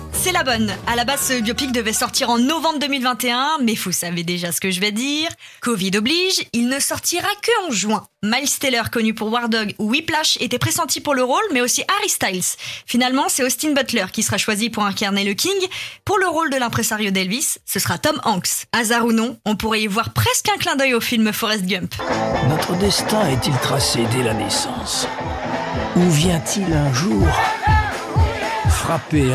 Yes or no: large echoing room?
no